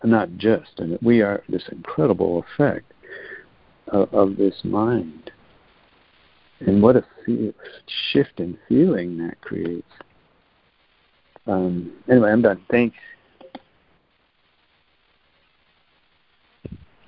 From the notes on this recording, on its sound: ACIM Daily Conference Call